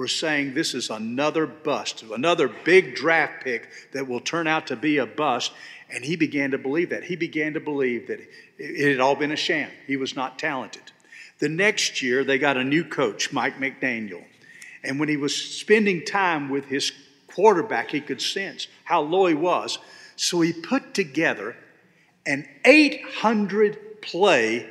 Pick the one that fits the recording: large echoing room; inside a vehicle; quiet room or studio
large echoing room